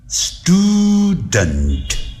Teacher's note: 在 S 后头的那有 T 的这个发音的时候，那个 T 要念成 D 的这个音